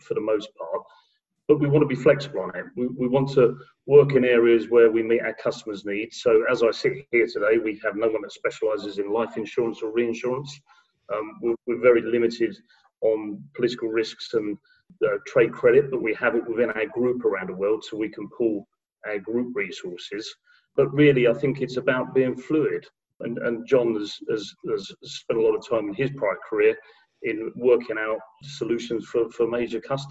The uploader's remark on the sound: Two weeks ago I had a Zoom call